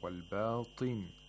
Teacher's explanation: Notice how Minshawi pronounced the طاء with a كسره والباطن طين not طين. We don't give too much تفخيم whenever الطاء has a كسره